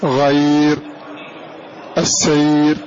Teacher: فهذه الياء الساكنة تسبقت الراء سواء كانت ياء مدية خبير بصير أو كانت ياء حرف لين، فإذا وقفت على هذه الراء تقف عليها بالترقيق